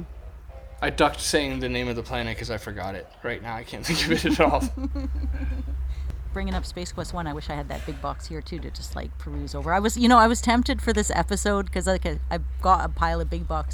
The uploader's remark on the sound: We experienced some technical difficulties recording this one so please excuse the background noise